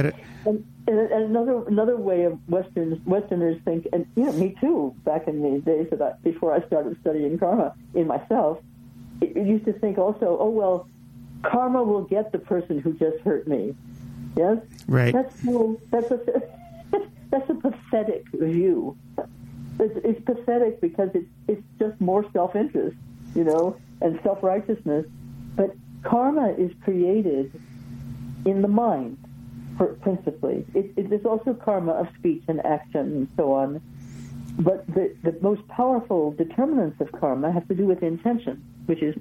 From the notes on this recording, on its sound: We present a telephone conversation.